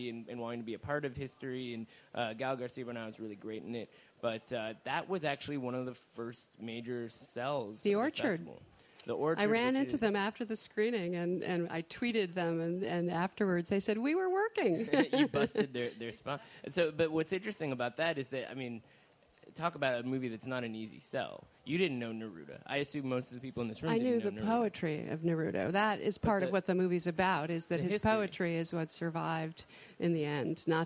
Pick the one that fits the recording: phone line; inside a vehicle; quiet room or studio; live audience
live audience